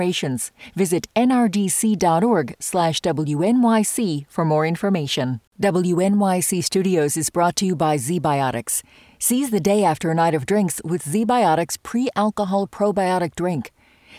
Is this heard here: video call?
no